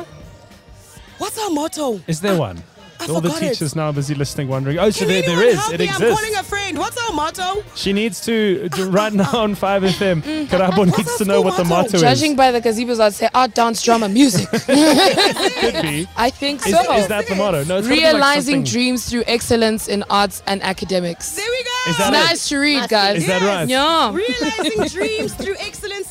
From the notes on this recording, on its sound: Live from the National School of the Arts.